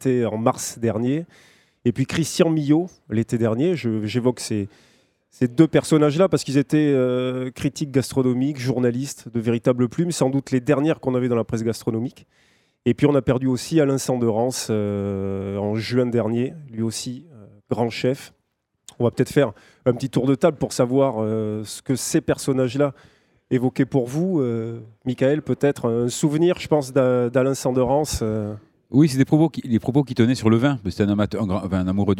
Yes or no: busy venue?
yes